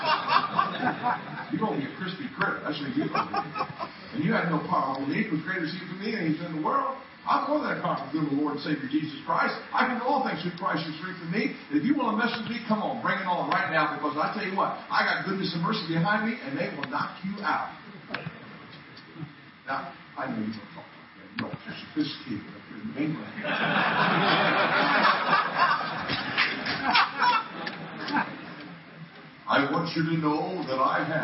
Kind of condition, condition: fault, poor sound quality